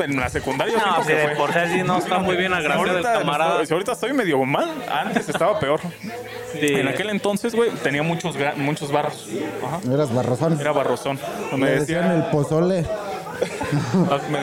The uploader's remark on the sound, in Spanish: En Vivo desde Jabaly Drink